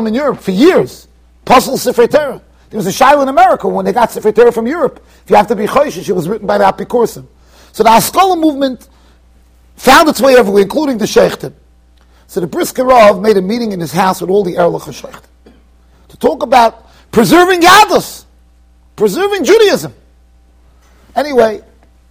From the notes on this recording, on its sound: Shiur recorded in Yeshivas Ohr Reuven, Monsey NY.